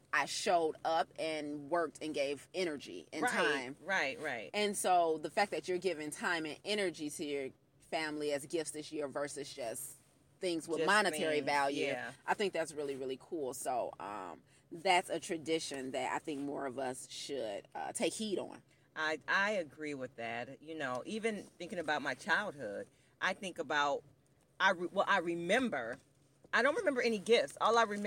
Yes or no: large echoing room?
no